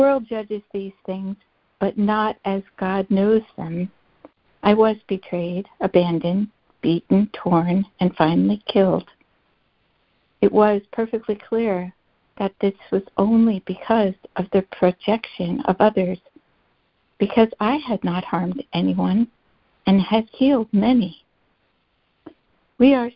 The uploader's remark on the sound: ACIM Daily Conference Call